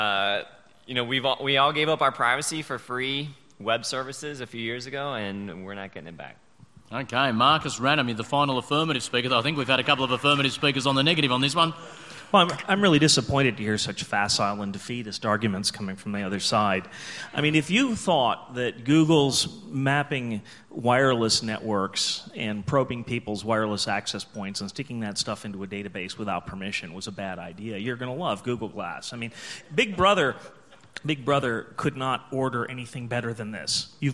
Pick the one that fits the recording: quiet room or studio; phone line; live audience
live audience